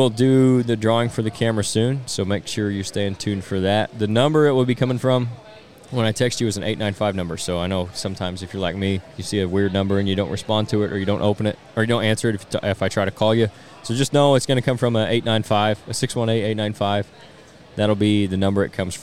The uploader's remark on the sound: On-Site at the 2023 Illinois Deer and Beer Fest.